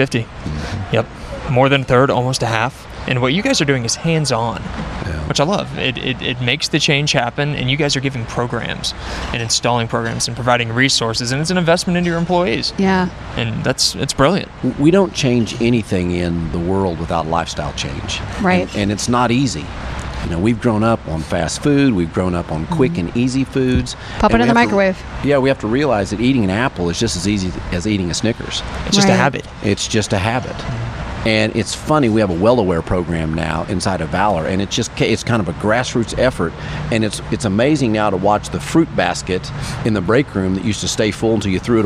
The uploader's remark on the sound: In the midst of a VIP cocktail hour LIVE from the Connect+Cure Gala in Oklahoma City, leaders on the diabetes research and treatment frontier were kind enough to converse with us.